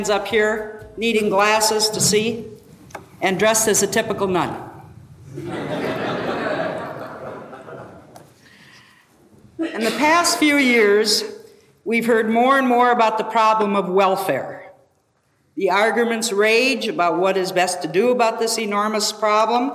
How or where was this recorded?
live audience